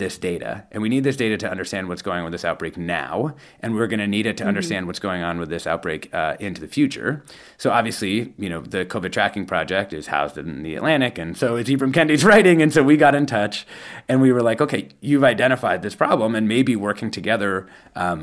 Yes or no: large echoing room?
no